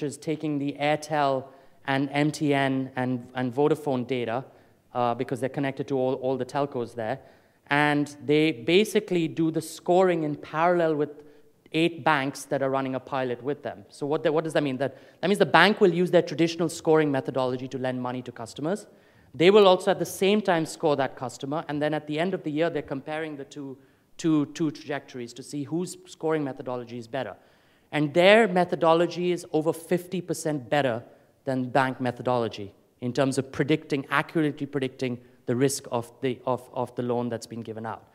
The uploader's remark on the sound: Afrikoin Cape Town 2014 Opening Keynote